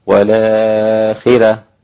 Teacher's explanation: والآخرة قرأ ورش بمد، والآخرة مع النقل مع ترقيق الراء